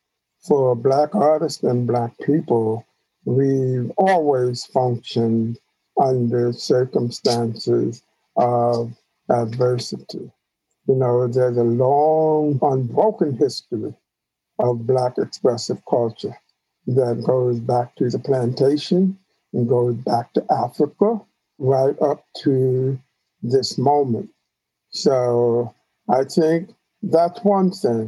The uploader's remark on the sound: By Zoom.